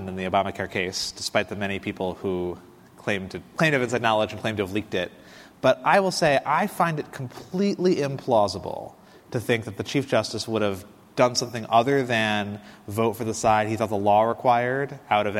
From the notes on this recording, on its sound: Recorded on October 15, 2019, at The Standard Club in Chicago.